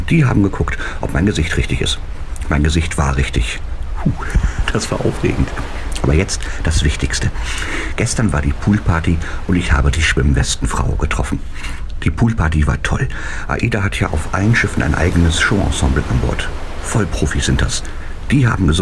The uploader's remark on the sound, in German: Fährt mit der AIDAluna von Kiel nach New York und meldet sich jeden Tag live vom Schiff mit seinem Logbuch.